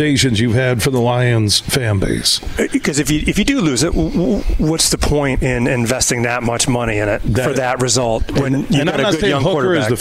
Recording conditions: busy venue